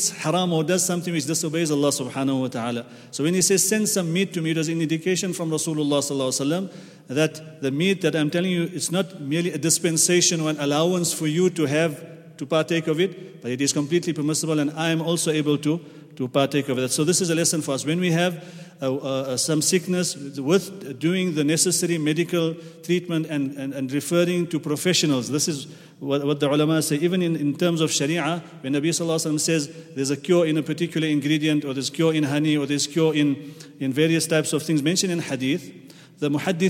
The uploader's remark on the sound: at the Houghton Masjid (West Street)